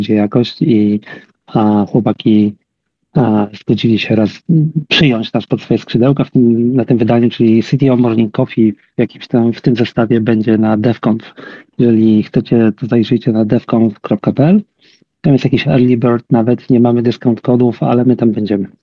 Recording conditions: video call